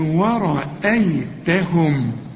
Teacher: الراء هنا المفخمة والهمزة كمان هنا مرققة، هنقول ورأيتهم.